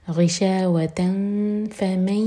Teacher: فا کے لیے زبان تیار کریں گے اور پھر نون کی آواز کو ہائڈ کریں گے اور دو سیکنڈس کا ٹائم دیں گے · Term: اخفا